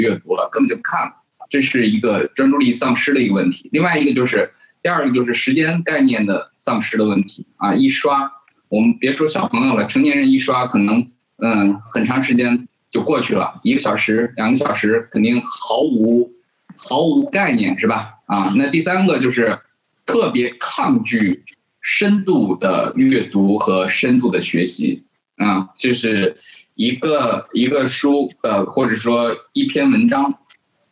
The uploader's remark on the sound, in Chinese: 进行了北京、天津、海南三地连线，采用网络录制，请大家原谅我们本期的音质。